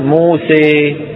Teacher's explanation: يخلطوا صوت الألف بالياء · Term: امالة